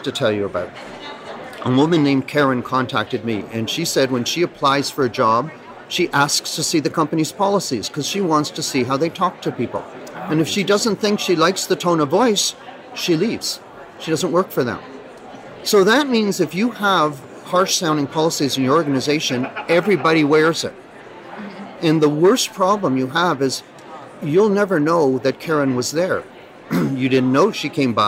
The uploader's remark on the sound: Live at ARMA InfoCon